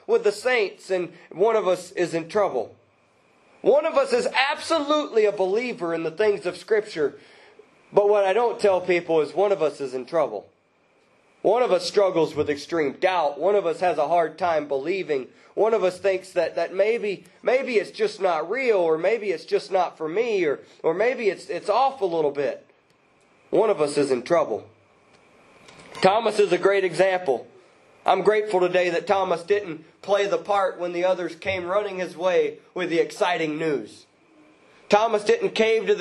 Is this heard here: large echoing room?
yes